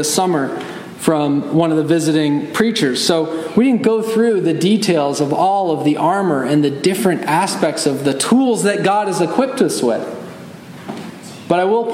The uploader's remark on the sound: Message delivered Sunday, September 10, 2023 at Mt Carmel Primitive Baptist Church, Bel Air, Maryland